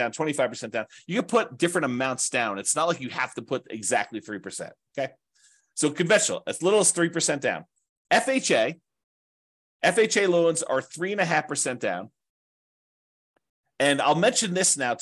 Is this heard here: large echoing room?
no